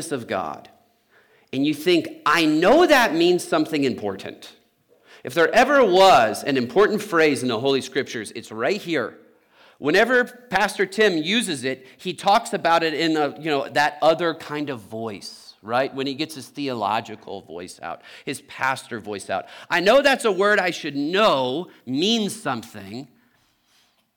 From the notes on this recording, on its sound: Trinity Anglican Church Littleton, CO